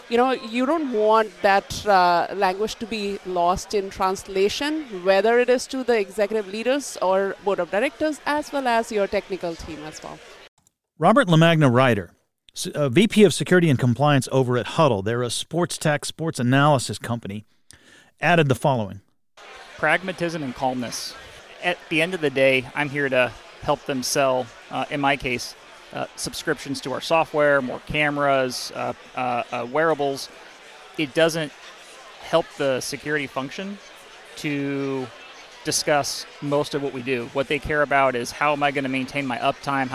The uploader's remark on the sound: conducted live at RSA 2023